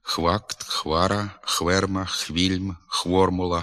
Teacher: в діалектному мовленні, зокрема в південно-східних та північних говорах, частково й південно-західних, звук «ф» відсутній, його заміняють двома звуками «х» і «в»